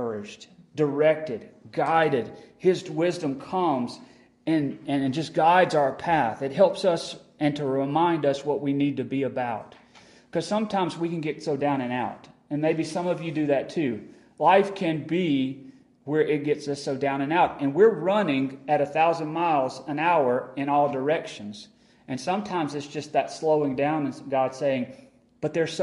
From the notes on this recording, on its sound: Remainder is recorded at Friendship Baptist Church on August 24, 2022.